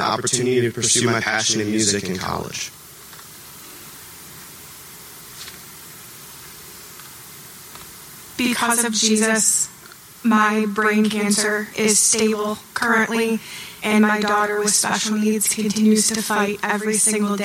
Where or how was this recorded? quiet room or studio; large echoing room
large echoing room